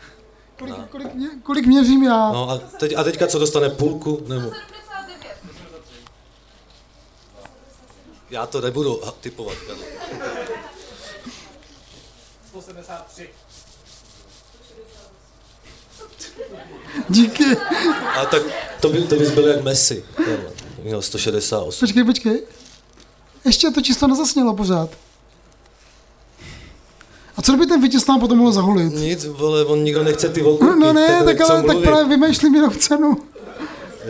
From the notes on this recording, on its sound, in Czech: Live at Provoz, Ostrava. Na úplném konci prázdnin posádka RAPSPOTU vyrazila na ostravský literární Festival Inverze. Poprvé vystoupili naživo před publikem.